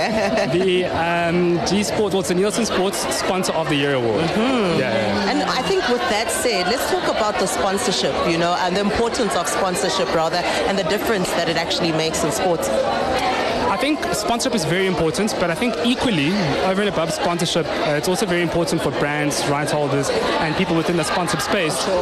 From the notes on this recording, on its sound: OUTSIDE BROADCAST